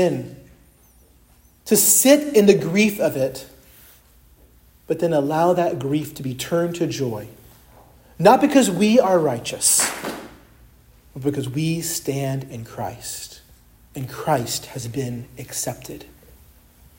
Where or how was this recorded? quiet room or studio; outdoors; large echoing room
large echoing room